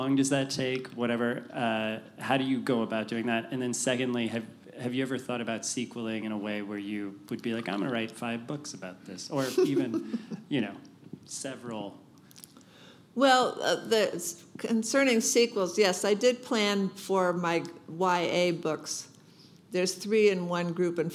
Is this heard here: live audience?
yes